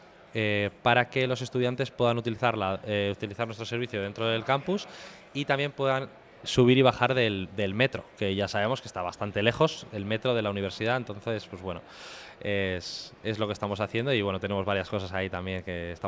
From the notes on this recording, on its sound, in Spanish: grabados en Bventure 2022, el mayor evento de emprendimiento de la zona norte